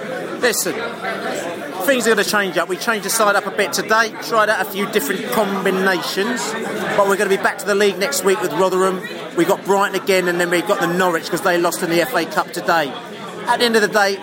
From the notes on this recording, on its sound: We chat to brentford and brighton fans in the pub after the match.